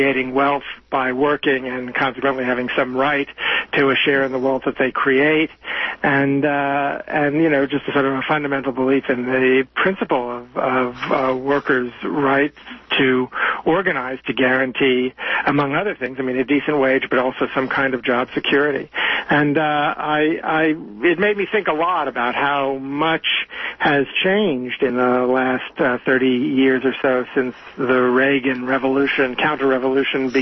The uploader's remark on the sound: is interviewed live by phone